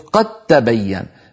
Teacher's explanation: فلا يبقى للدالي أثر في النطق، ننطق تاء مشددة هكذا قد ت قد تبين ولا يبقى للدال أثر.